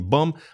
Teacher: по-английски последнее «б» в слове «бомба» не произносится